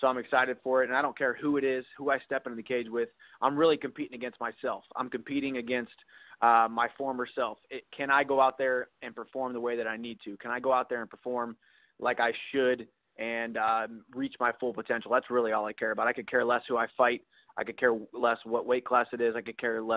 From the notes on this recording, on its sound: Bellator MMA conducted a media conference call with it's roster.